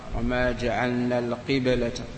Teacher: حاول أن تقلقل الباء في القبلة الباء من حروف القلقلة